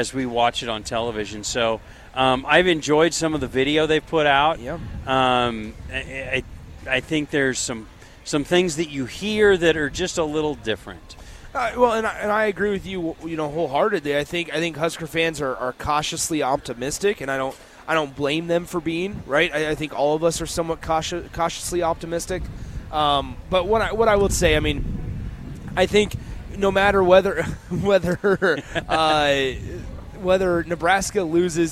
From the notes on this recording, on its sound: LIVE from Lincoln Airshow